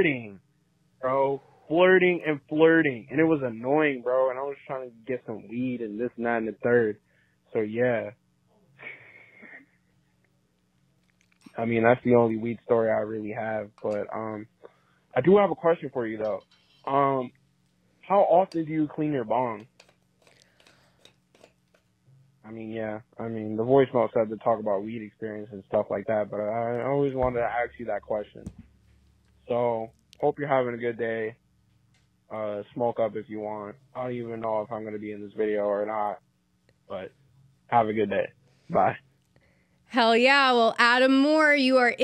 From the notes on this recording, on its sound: Sending Flowers to Your Dealer Featuring Community Call Ins! First-ever call in episode of Send Us Flowers.